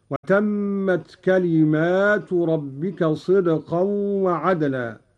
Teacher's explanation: قرأ قالون بألف بعد الميم على الجمع